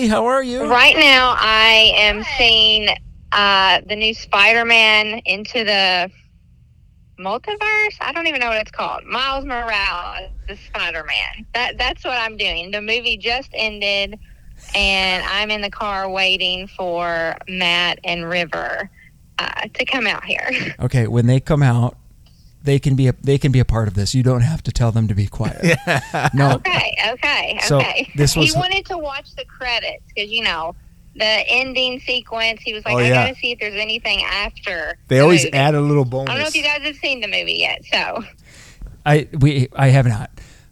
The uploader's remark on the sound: on the phone